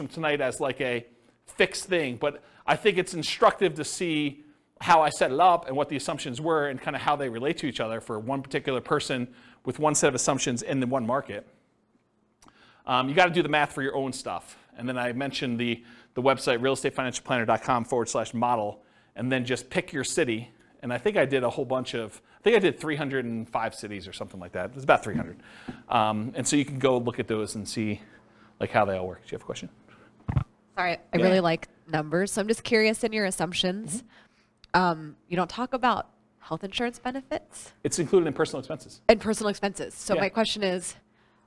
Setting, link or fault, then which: setting, live audience